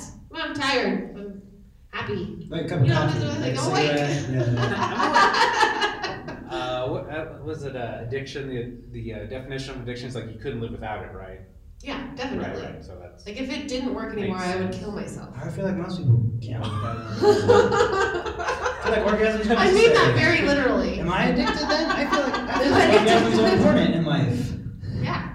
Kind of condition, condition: setting, busy venue